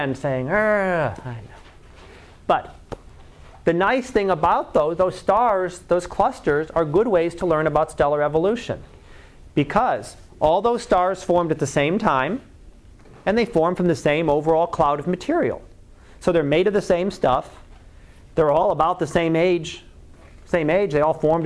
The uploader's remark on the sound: Live Class Lecture